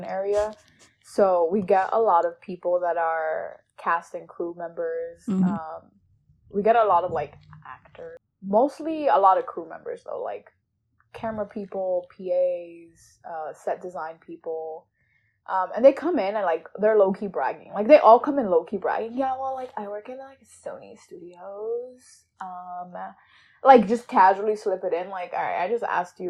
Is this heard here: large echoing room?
no